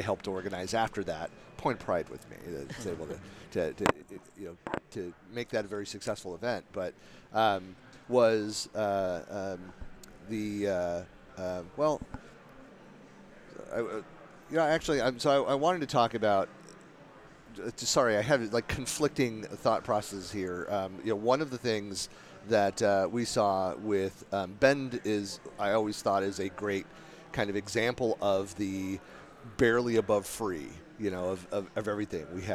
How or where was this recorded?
busy venue